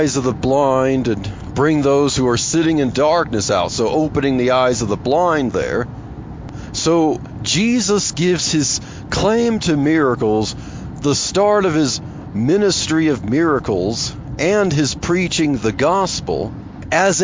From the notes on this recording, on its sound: In this episode of Truthspresso Express I chat about Jesus and socialism while driving to work.